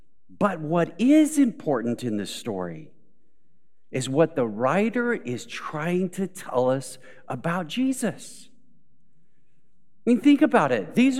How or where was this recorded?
large echoing room